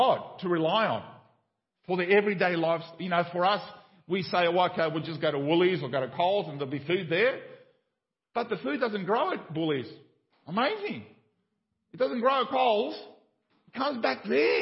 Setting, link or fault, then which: setting, large echoing room